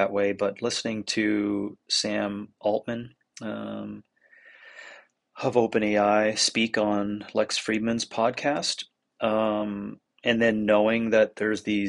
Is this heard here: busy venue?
no